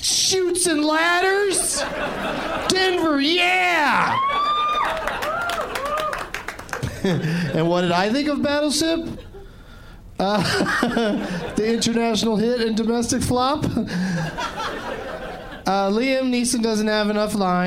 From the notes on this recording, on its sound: Live from the Palace Station Casino in Las Vegas